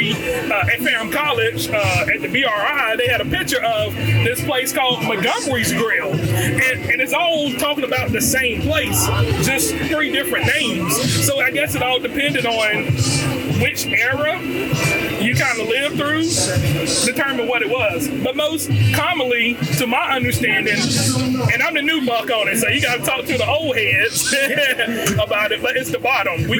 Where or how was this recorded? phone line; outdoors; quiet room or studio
outdoors